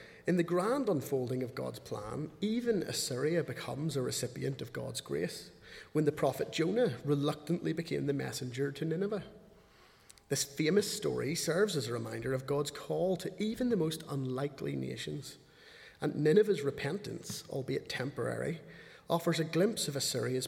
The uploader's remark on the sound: speaking at the 11 o'clock service